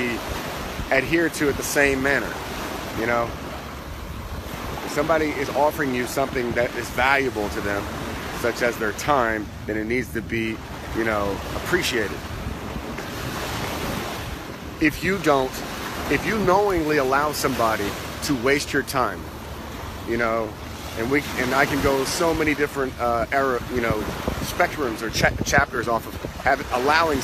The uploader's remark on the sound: Live from Pattaya Beach, Thailand. Live from Pattaya Beach , Thailand.